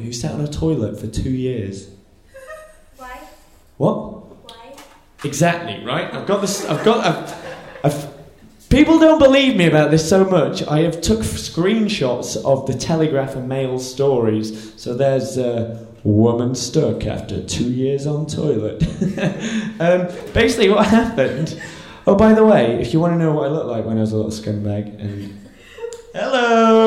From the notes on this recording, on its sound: This episode was recorded as part of our 11 day run at PBH's Free Fringe at The Edinburgh Festival. This episode was recorded downstairs at The Fiddler's Elbow.